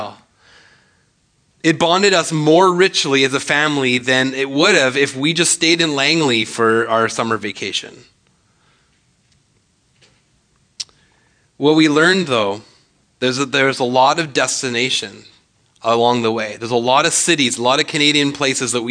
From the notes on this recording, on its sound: speaks at SouthRidge Fellowship, a Langley church.